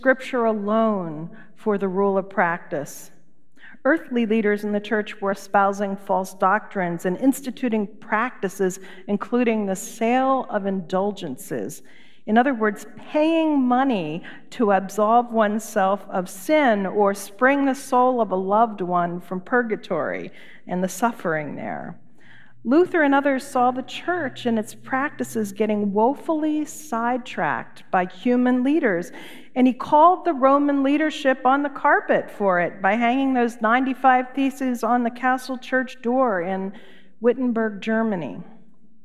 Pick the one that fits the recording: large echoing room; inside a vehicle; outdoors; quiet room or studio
large echoing room